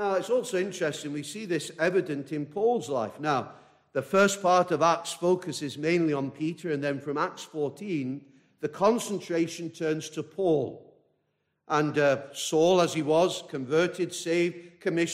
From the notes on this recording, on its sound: This message preached at a baptismal service